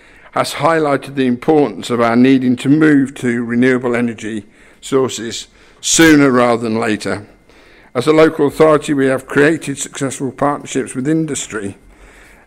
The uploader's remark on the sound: at Coventry & Warwickshire Climate Change Conference on 11 March 2022.